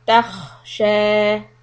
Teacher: when we have the kha sukun, just give it a little bit of time for this air to blow.